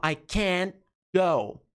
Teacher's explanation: O que dá a ideia do T é a pausa.